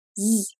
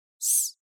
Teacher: Percebe que no primeiro a sua garganta vibra e no segundo não? Olha só. Pois então, quando vibra, chamamos o fonema de sonoro.